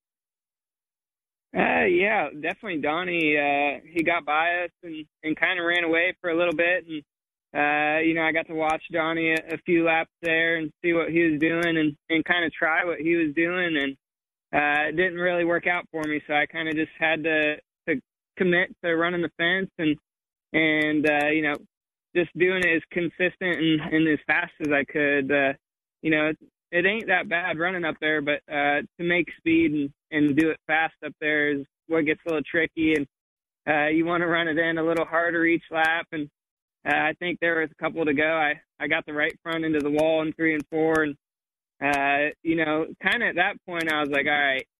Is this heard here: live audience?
no